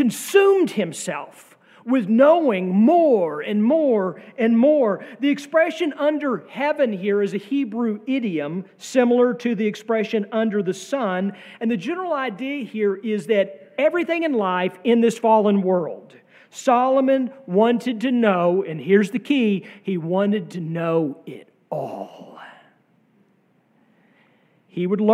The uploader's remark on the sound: Sermon from our worship service on May 7, 2023.